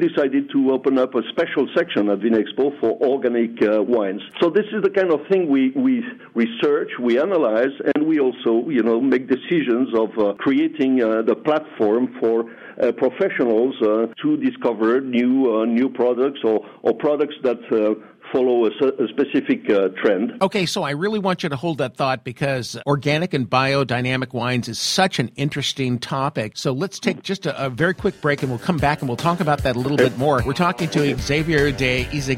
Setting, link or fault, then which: link, phone line